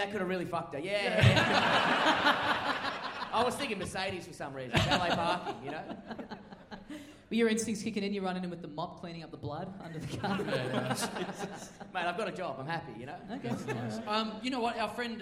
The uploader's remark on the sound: LIVE at The Athanaeum!